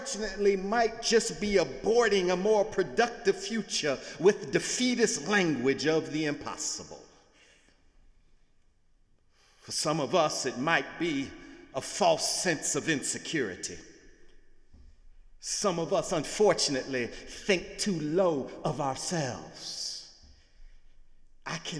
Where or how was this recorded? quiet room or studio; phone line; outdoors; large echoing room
large echoing room